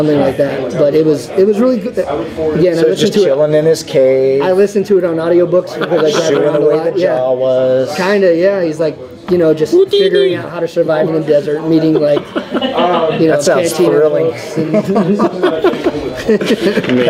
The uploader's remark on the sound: VTS takes the SquadCast on location once again this week, this time to our favorite coffee joint, Grouchy John's Coffee, to shoot a short wrap-up of our recent experience at Vegas Toy & Comic Con.